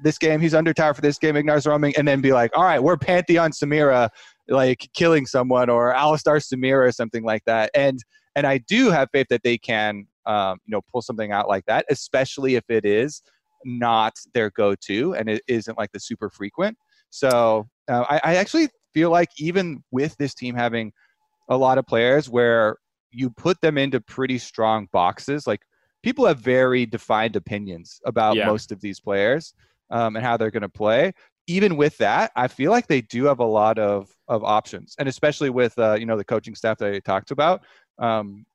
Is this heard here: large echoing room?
no